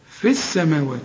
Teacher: زي ما احنا قلنا لغينا الواو بتاعت ذو الجلال، هنلغي برضو الياء لانها ساكنه، واللام بتاعت السماوات ساكنه، وشبك للفه مع السين على طول، لان اللام دي لام شمسيه بتضغم في الحرف اللي بعدها